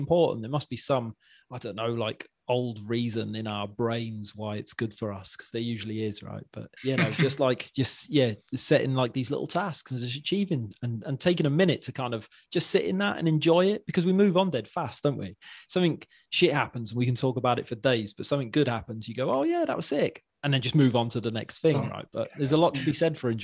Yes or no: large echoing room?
no